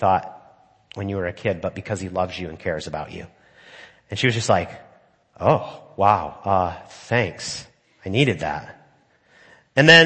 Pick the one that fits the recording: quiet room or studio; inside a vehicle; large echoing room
large echoing room